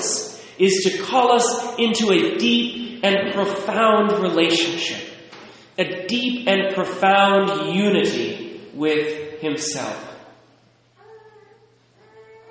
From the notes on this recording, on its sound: Recorded at St. Charles, Burlington, WA.